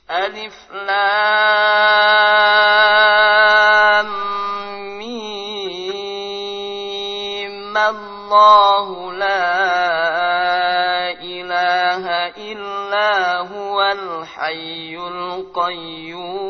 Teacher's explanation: Mim boleh dibaca 6 harokat atau 2 harokat dikala wasol. Kalau berhenti harus dibaca 6 harokat.